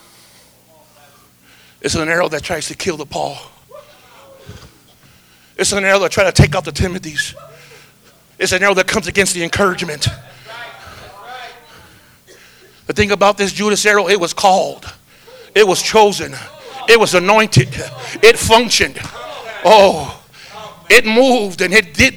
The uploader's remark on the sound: This is the sixth sermon preached at our Harvest Time Conference.